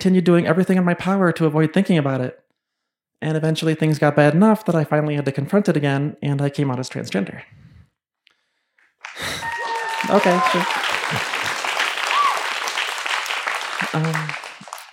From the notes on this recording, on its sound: This story was shared in front of a live audience at Buntport Theater in Denver.